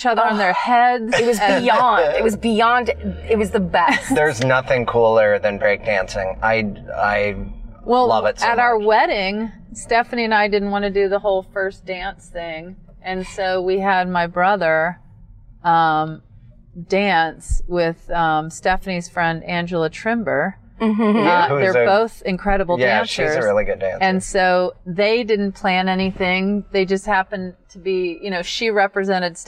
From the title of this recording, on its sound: In the Car